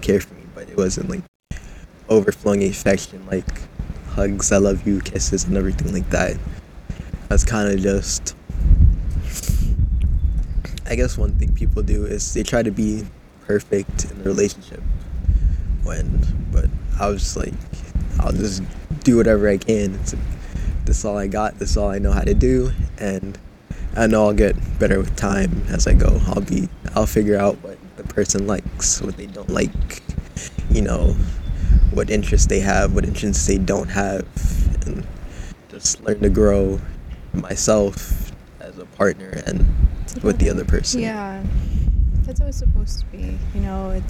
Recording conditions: wind noise